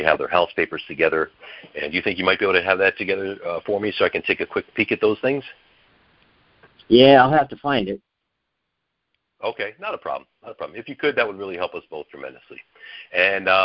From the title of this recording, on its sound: Gold Club Q&A Call